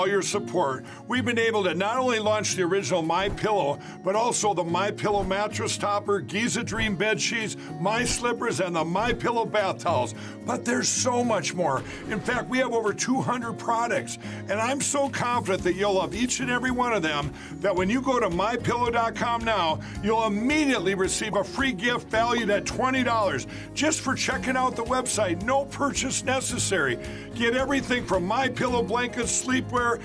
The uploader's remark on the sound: while we are on location at the Western Conservative Summit.